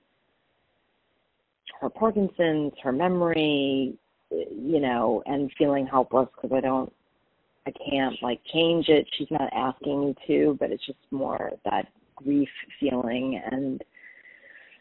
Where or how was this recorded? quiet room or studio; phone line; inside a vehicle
phone line